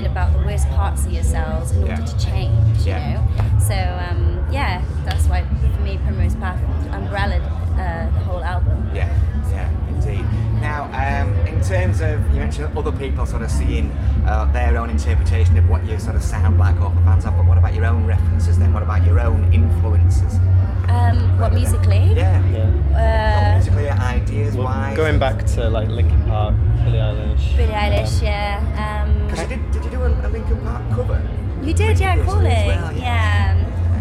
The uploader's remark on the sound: at Leeds Festival 2019 before their set on the 'Lock Up' stage